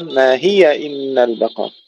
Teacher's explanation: انتبه انتبه ما هي إن البقرة قرأتها يعني سكنتها وصلا هذا خطأ لأن الياء مفتوحة